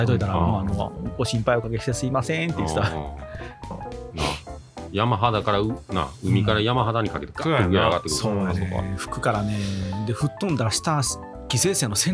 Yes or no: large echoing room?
no